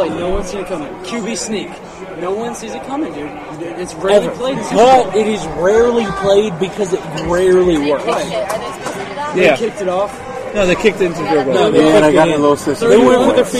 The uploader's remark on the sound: LIVE from Glory Days